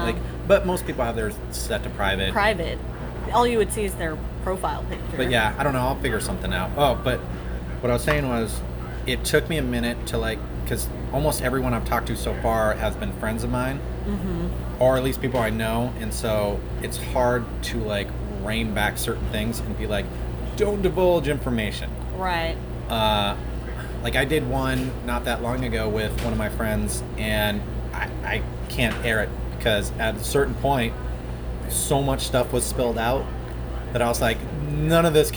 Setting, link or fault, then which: setting, busy venue